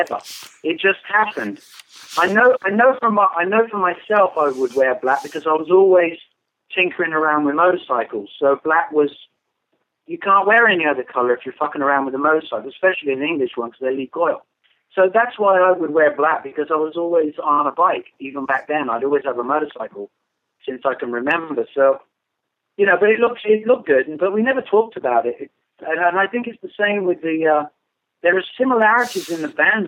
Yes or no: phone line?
yes